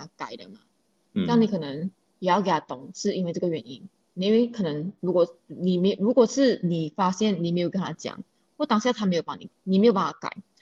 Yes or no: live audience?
no